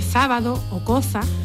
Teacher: Así que si usted cecea y dice sábado o coza, no diga que habla con la Z, sino que habla con un sonido interdental